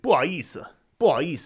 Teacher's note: You just sort of drop the H.